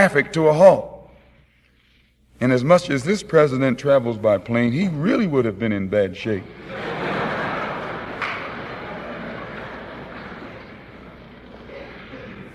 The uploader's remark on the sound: Address to the Ford Hall Forum October 10 1963